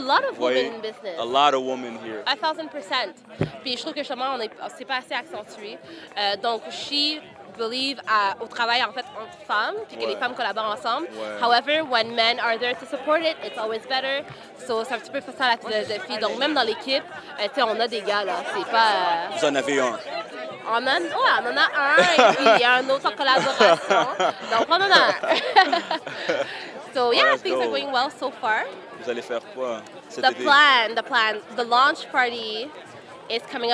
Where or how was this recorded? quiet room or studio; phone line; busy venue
busy venue